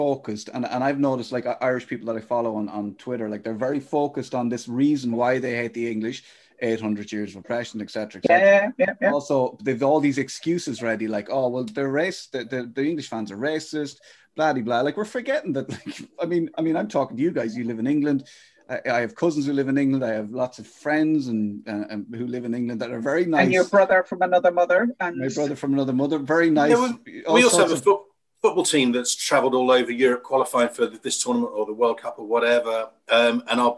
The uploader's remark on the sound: Three heads on the Zoom